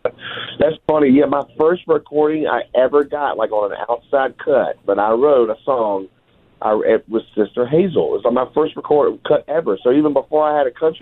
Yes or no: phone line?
yes